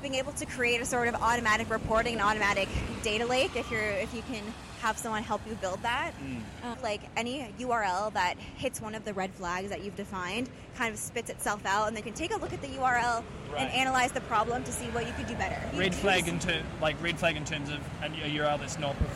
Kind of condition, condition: setting, outdoors